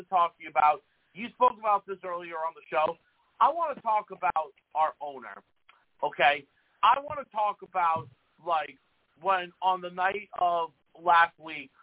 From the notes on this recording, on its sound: I take live callers!